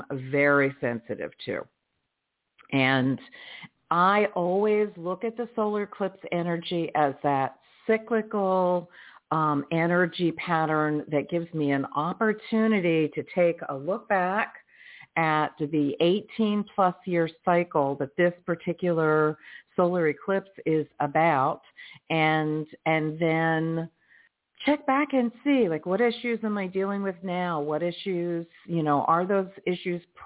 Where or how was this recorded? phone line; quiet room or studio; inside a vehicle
phone line